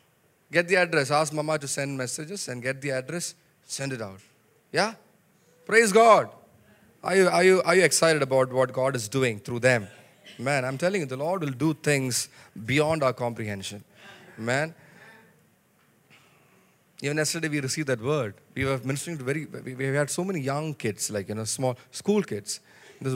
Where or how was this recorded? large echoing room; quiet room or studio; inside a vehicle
large echoing room